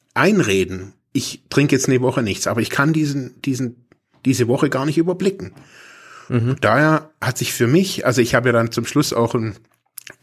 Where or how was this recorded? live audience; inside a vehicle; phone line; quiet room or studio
quiet room or studio